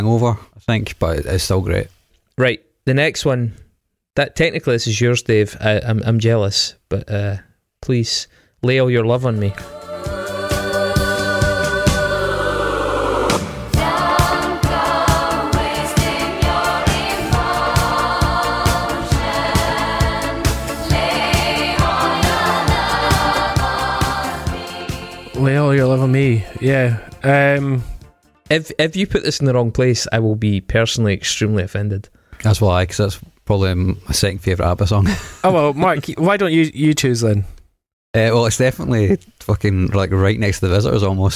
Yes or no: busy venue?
no